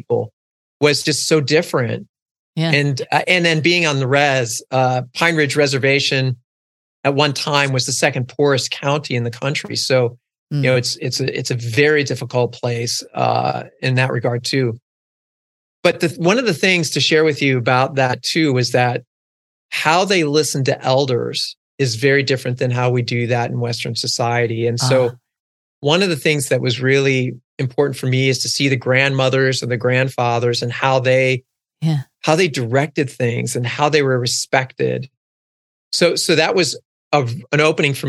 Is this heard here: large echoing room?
no